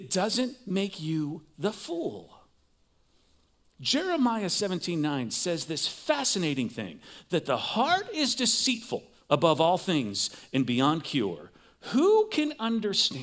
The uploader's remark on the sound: Recorded live at CrossWinds Church on Feb 18th, 2024